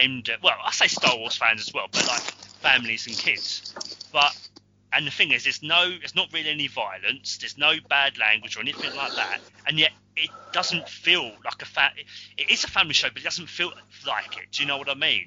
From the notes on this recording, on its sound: Please note we had some minor sound difficulties while recording.